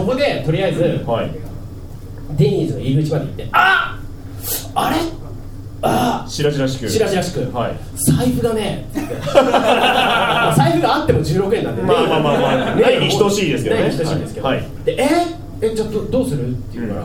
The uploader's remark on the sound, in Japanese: 渋谷アシパンで行われたブートレグサイエンス外伝での公開収録バージョンでお届けします。